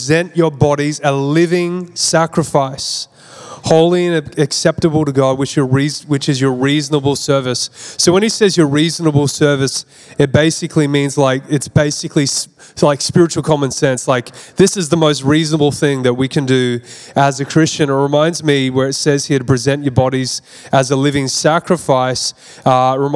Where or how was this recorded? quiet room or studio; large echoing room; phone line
large echoing room